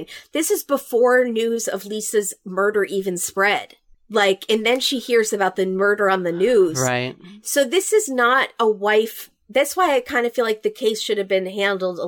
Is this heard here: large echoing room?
no